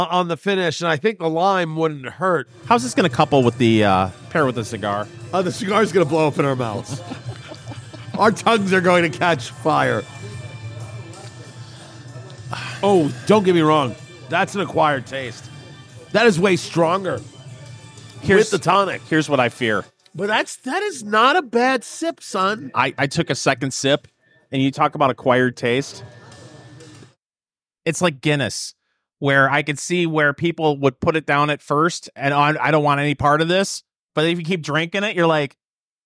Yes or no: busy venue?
yes